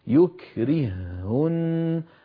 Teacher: الهاء الأولى ساكنة فأضغمت في الثانية فصار النطق بهاء واحدة مشددة